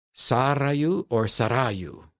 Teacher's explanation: you can either accent the first or the second syllable, and it has a rolled R in it